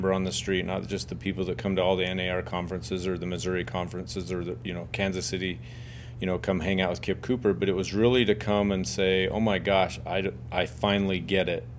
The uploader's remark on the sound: on-site at the MR conference